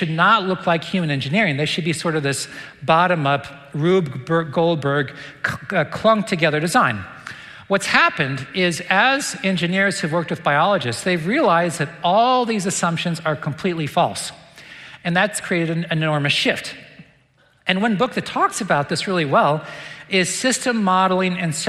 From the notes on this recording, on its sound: recent lecture at the Dallas Conference on Science and Faith